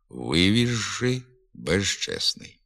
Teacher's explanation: На письмі «зшити», «зчистити», а у вимові «шити», «щистити». У середині слова приголосний «з» перед «ш», «ч» переходить у звук «ж».